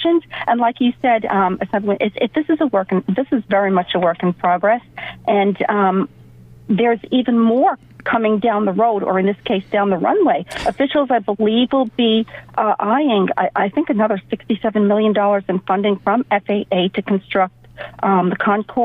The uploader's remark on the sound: On 103.9FM LI News Radio. Taking your calls live on air.